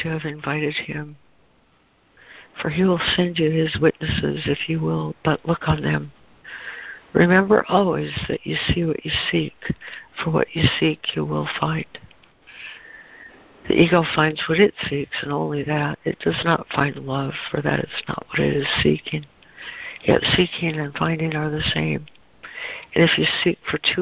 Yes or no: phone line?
yes